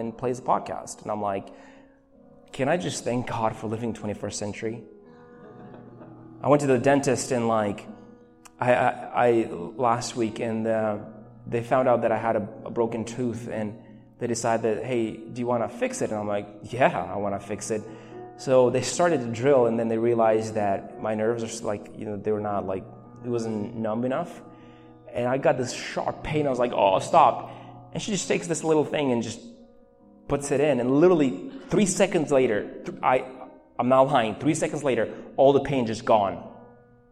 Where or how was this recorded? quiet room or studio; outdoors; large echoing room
large echoing room